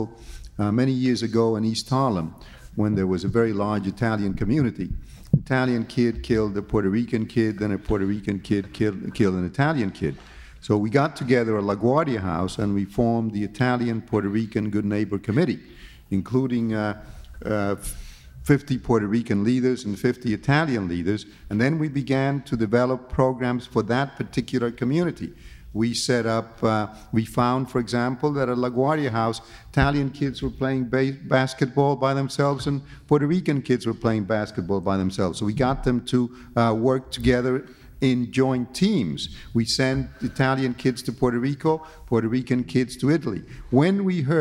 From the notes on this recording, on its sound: The conversation was recorded on April 8, 1992 at New York's 92nd Street Y.